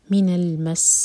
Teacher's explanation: یہاں پر ہم شدہ پر رک رہے ہیں تو سین کو ٹائم دینا ہوگا, من المس کہیں گے تو وہاں پر صرف ایک سین